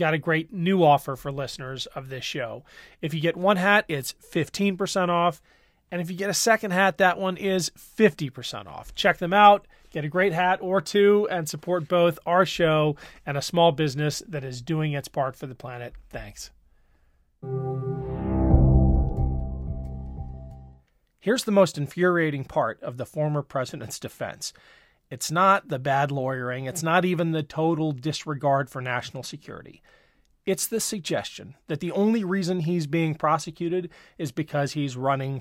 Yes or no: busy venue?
no